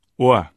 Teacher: Man fängt mit einem langen O wie in Boot an und lässt es weich ausklingen in einem nahtlos angehängten kurzen A.